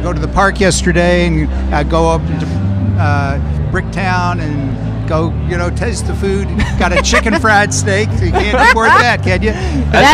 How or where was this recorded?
busy venue